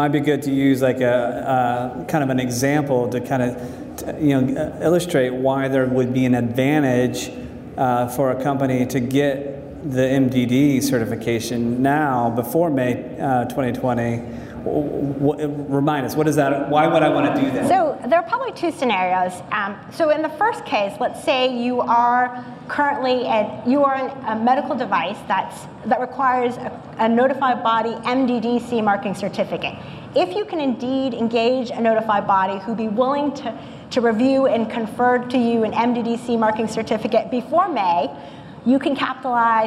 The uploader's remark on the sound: This live episode of the Global Medical Device Podcast was recorded at the Greenlight Guru True Quality Roadshow in Houston